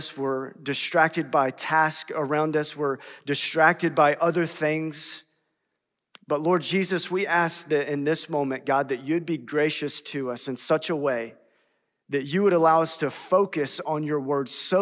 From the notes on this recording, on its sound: In #SWBTSChapel on March 8th, 2022.